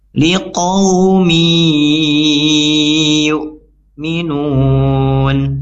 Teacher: Ya, karena di sini tanwinnya masuk ke huruf ya. Jadi ada penahanan, dileburkan dulu dan ditahan 2 sampai 3 harokat · Term: idgham bighunnah